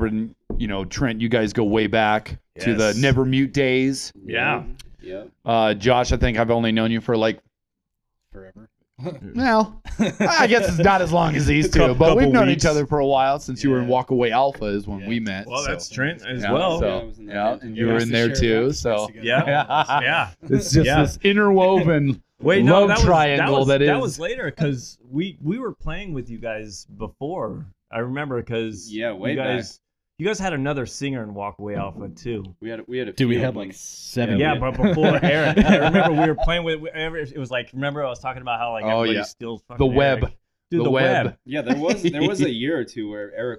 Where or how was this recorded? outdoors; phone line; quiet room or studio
quiet room or studio